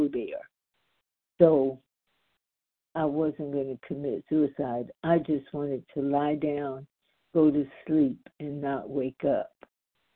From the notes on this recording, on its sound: the 100 Pounders Phone Meeting